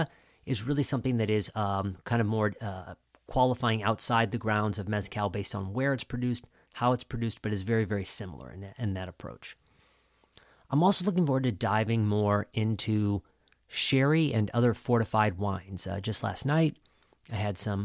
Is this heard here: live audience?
no